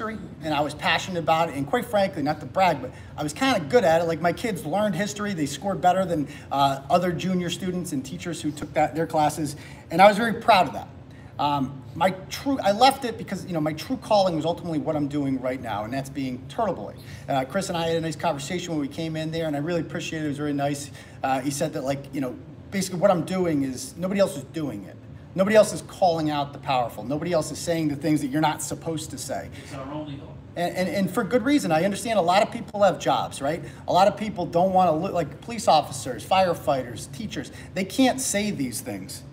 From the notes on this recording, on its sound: Speech at Taunton Republican City Committee Meeting